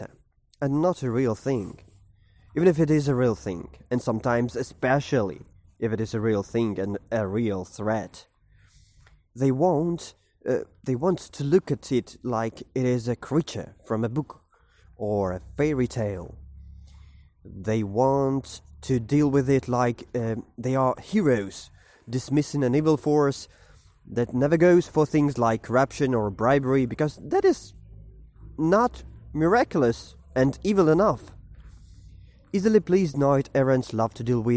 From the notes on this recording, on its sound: While walking to a coffeeshop before work in the morning.